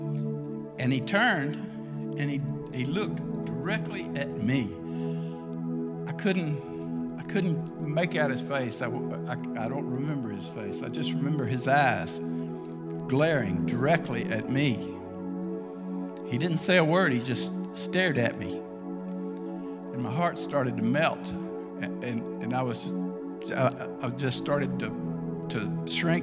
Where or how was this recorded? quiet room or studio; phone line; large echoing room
large echoing room